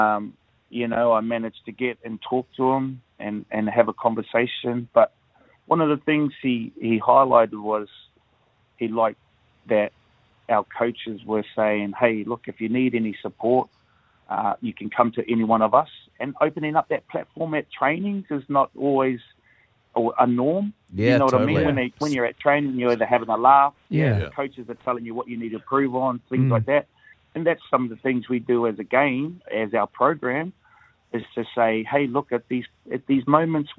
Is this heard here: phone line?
yes